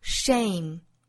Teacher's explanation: 这是一个双元音 a 后面再加鼻音